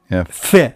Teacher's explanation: حذاري من قلقلة الفاء في قوله تعالى ليفجر، نعم ليفجر حذاري، يعني الفاء ليس فيها قلقلة وهي تخرج من بطن الشفة السفلى مع أطراف الثنايا العليا، نعم ف هكذا ليفجر.